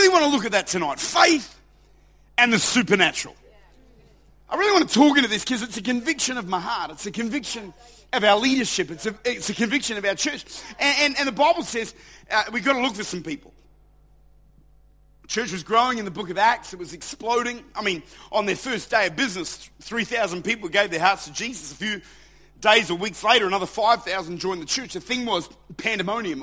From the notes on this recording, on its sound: Recorded at Lifepoint Church, Adelaide.